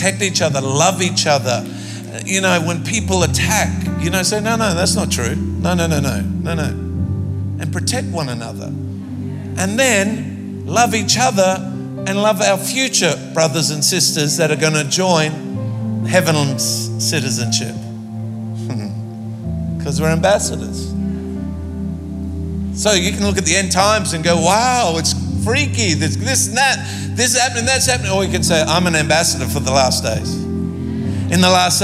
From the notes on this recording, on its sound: Recorded live at Planetshakers Church (Melbourne)